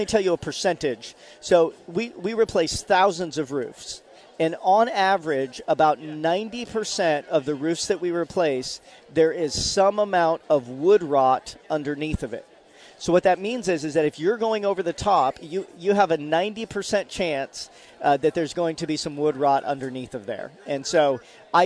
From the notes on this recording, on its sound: live this week from the First Alert Hurricane Expo